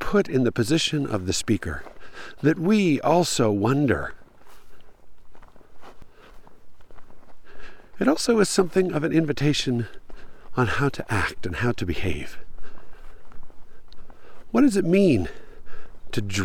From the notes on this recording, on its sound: It's a lunchtime post -- or, rather, it's a lunchtime recording. I took a hike at lunchtime and recorded while I was hiking (literally, which is why my breathing is a little more apparent than usual).